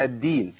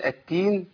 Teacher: وانا لو همست في الدال يبقى تبقى مصيبه لان انا بنتقل لمخرج حرف تاني وهو التاء